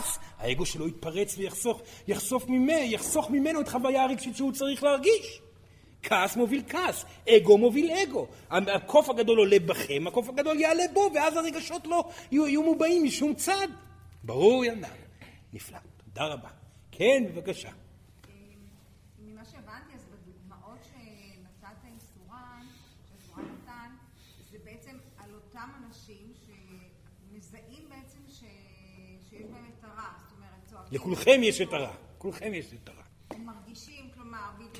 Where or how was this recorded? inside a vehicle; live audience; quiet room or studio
live audience